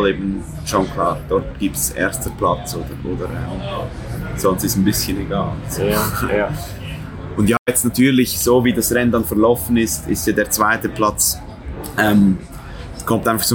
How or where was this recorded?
busy venue